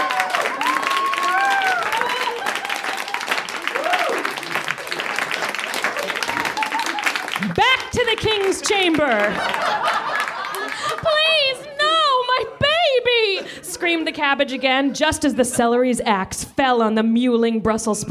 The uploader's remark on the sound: Recorded live at NerdMelt Showroom in LA on 11.22.13.